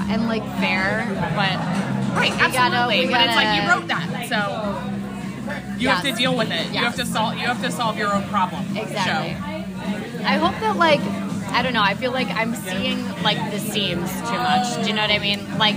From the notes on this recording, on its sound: Reporting Live from Cervo’s over oysters (fried and raw), prawns and piri piri chicken